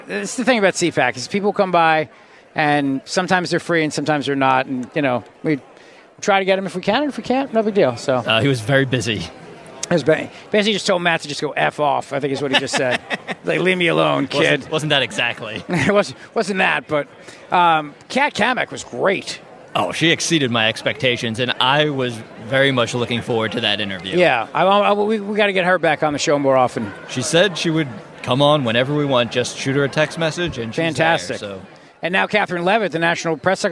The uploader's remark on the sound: LIVE from CPAC in Washington D